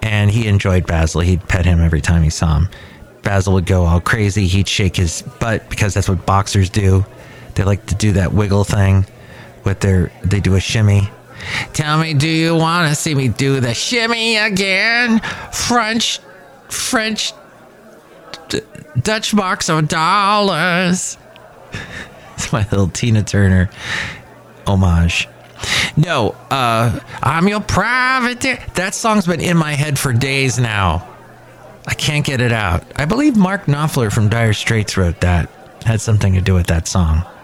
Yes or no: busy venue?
yes